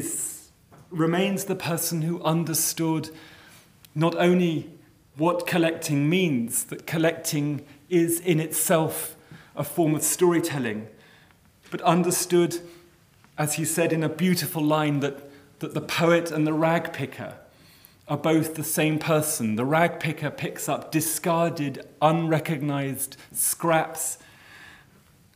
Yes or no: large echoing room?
yes